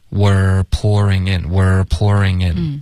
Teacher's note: Were 的这个持续稍微长一点，然后卷舌